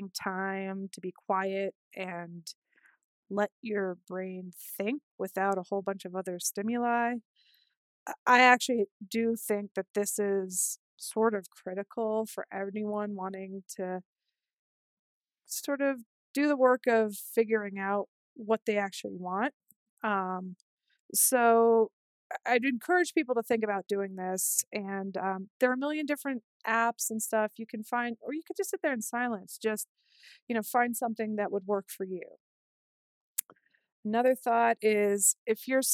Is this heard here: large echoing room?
no